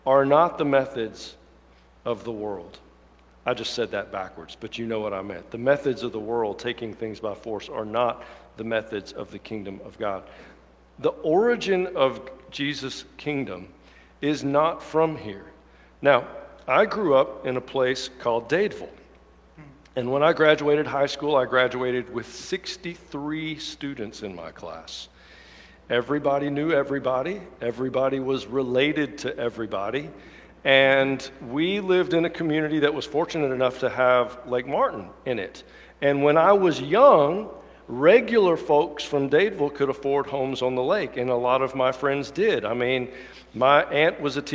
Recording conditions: large echoing room